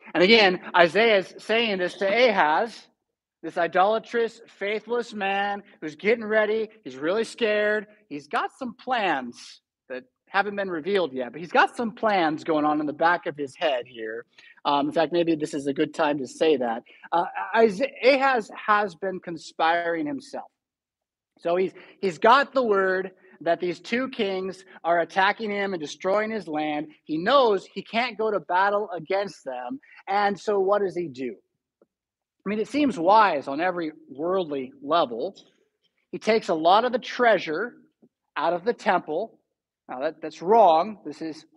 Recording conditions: large echoing room